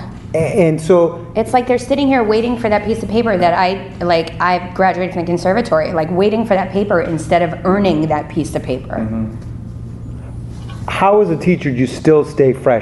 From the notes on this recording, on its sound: The Second City's Improv Allstars is a short form improv show a running in the UP Theater at The Second City Chicago. You can hear his transformation take place on stage.